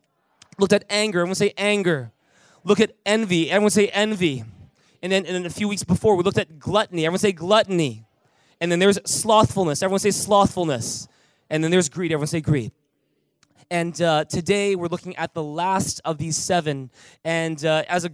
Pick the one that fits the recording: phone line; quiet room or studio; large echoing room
large echoing room